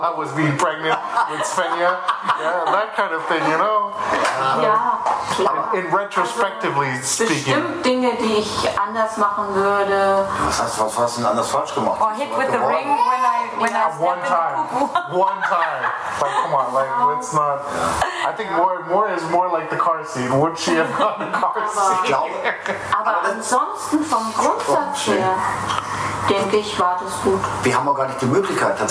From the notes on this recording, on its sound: Despite the less than optimal sound quality due to the lack of proper equipment, we couldn't pass up the opportunity to capture their wisdom while they were in town. We apologize for the imperfect audio.